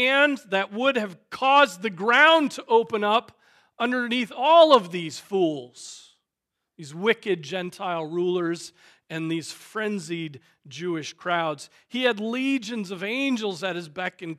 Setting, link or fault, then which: setting, large echoing room